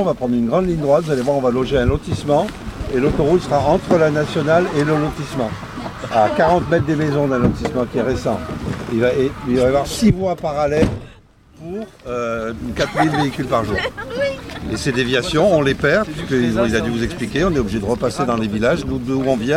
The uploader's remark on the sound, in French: Le son n’est pas toujours parfait car le terrain n’est pas le meilleur studio d’enregistrement. Pendant ce weekend de puissance militante.